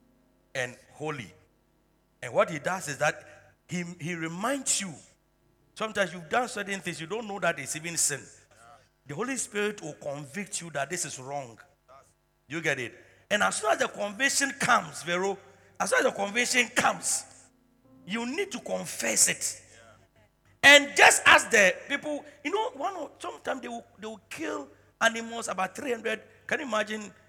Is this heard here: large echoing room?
yes